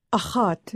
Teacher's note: It's a scraping sound in the deep guttural areas of the throat.